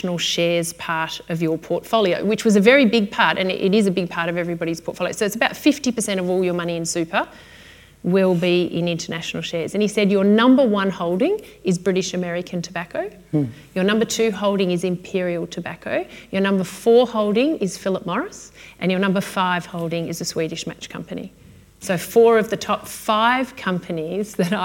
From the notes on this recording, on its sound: This episode was recorded on the 27 th February 2020 at the Alumni Hour hosted. MDHS, at the University of Melbourne.